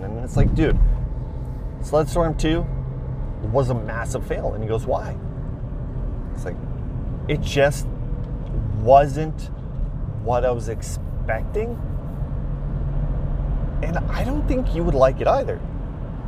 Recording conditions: inside a vehicle